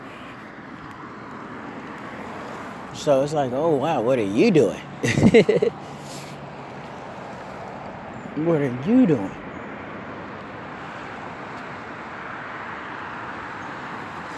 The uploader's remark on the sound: Up walking and talkin